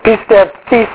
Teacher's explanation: So the diphthong, the epsilon iota, would be a diphthong and would be simply a long E